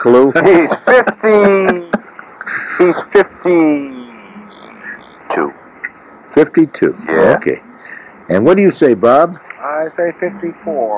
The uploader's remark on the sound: I’m producing and on the phone from MC.